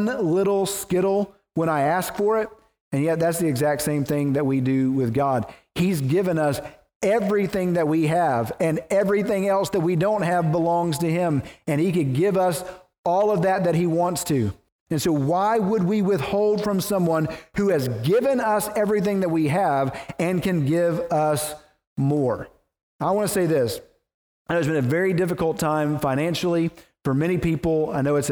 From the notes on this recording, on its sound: preached at the First Baptist Church of Naples